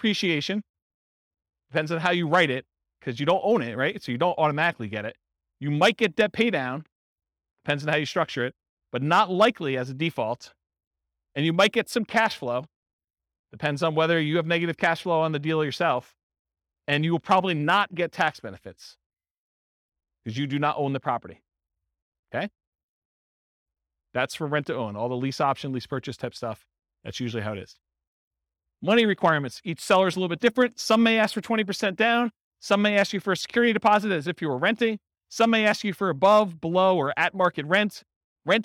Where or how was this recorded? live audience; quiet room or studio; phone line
live audience